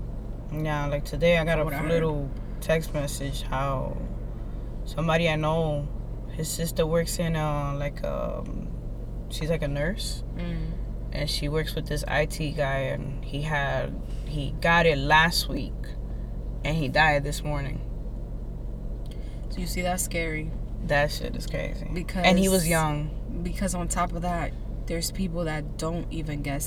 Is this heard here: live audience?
no